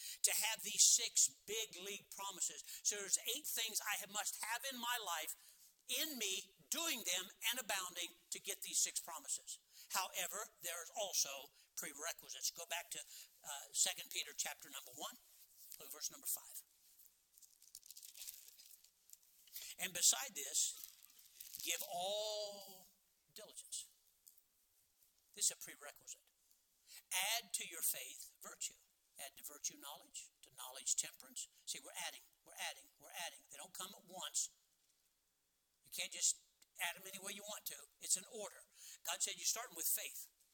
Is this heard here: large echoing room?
yes